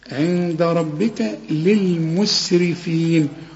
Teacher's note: كل الحروف دي مرققة بما فيهم الراء لأن الراء مدام مكسورة مرققة